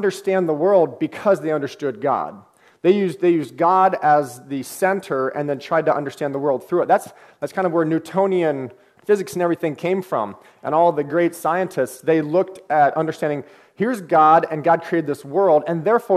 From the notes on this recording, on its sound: The apologetics conference held in Paduc ah, KY last June. The apologetics conference held in Paduc ah, KY last June. I also included the questions and comments, which went for another half hour.